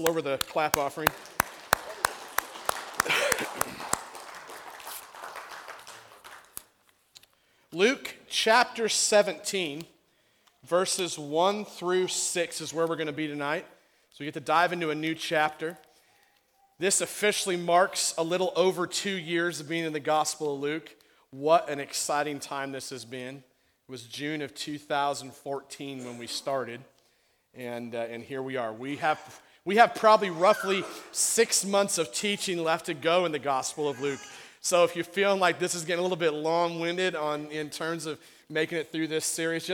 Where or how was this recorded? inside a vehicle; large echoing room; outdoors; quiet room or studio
large echoing room